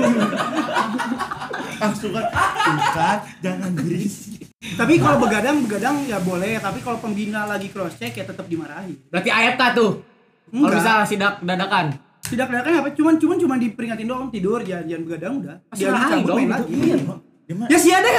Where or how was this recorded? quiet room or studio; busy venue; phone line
busy venue